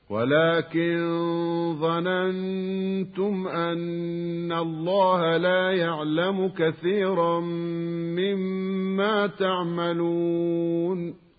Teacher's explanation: وكلمة مما أصلها من وما وأدغمت النون الساكنة في الميم بعدها وصارتا ميما واحدة تجب فيها الغنة بمقدار حركتين · Term: إدغاما بغنة